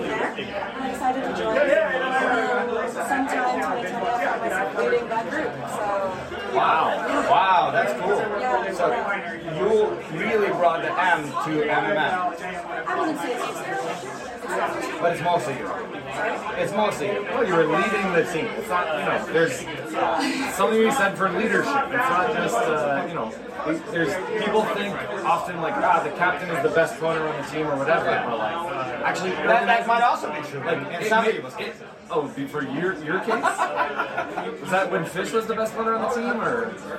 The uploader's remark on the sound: Live from DEF CON 31 CTF. Throughout this episode we talk about the CTF as we’re experiencing it (from a hot tub?!?!). Unfortunately the sound on the interviews during the CTF after party is not the best, but that’s how recording in a closet in the middle of a party goes!